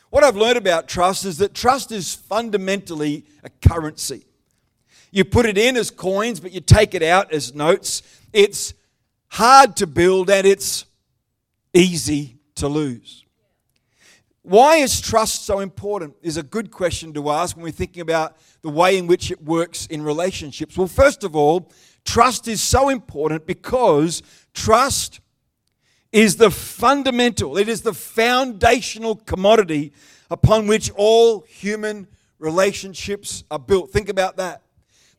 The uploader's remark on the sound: The live stream of Destiny Church Atherton.